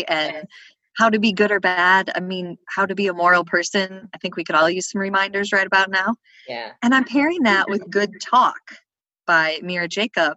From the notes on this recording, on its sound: got on a Zoom call and recorded this special Quarantine edition of Broads and Books